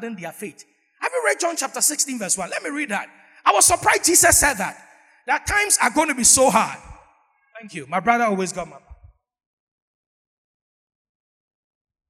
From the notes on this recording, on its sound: Sermon preached at CBC Shiashie Campus